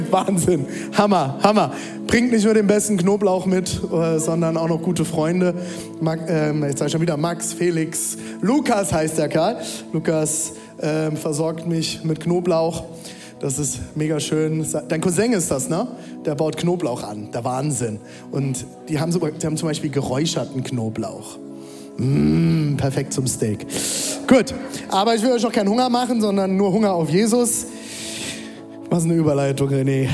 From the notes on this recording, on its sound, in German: Audiomitschnitt der Predigt